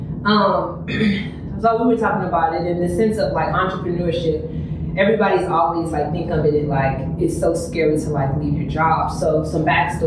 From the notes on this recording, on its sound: The mics weren’t working so excuse the sound quality.